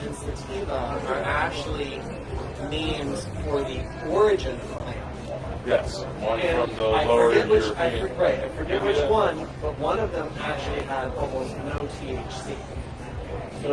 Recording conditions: poor sound quality